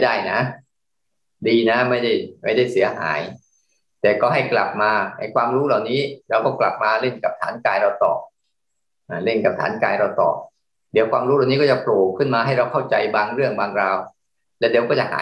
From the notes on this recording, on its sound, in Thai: คอร์สออนไลน์ (ผ่านโปรแกรม Zoom).